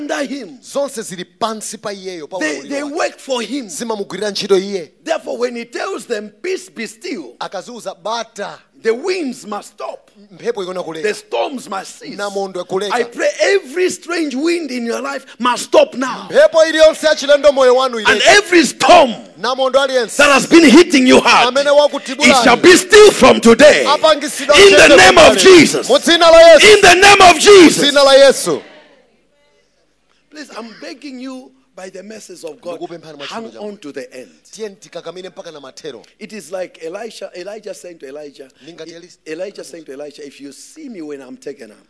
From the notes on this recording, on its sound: Preached at Shiloh Night at Word Alive Blantyre City Church